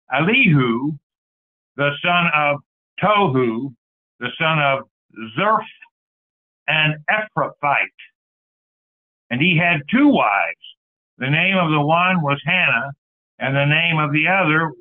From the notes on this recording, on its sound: Call In Bible Study